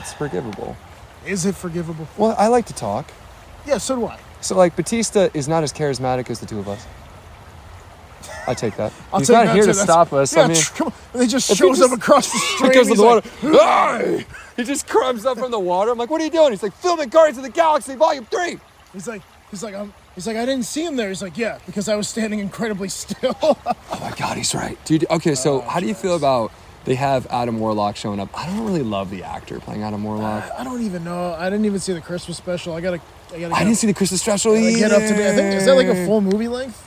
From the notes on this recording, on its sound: recording in the woods, but this time, it's winter